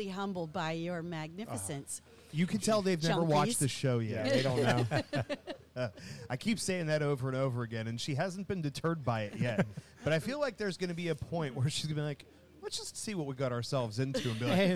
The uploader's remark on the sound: Broadcasting LIVE from Liberty Pole Distillery